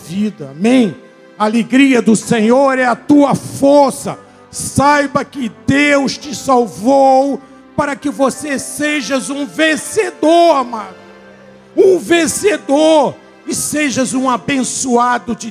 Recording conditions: large echoing room